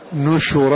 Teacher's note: يقرؤون نشورا بضم النون والشين